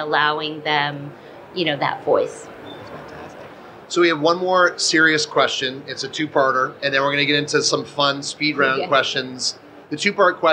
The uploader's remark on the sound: Live from SXSW 2023. This presentation, originally recorded in front of a live audience at SXSW 2023.